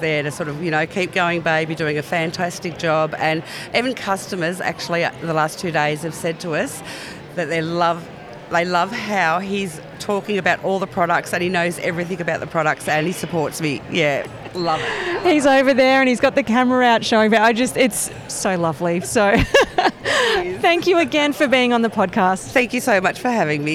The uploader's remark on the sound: This special A Friend of Mine episode is a live roving interview from the 2023 Henty Field Days.. I get out amongst the 3500 businesses across 1200 sites and 14km of shopfront on 105ha - the biggest exhibition space in the country. At times you will hear the sounds of our surroundings whether it's some of the 60,000 people in attendance, nature, machinery or a PA system.